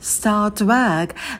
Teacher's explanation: В слове start у нас t будет без придыхания, потому что он идет после с start, и долгий звук a, вытягиваем его, делаем волну.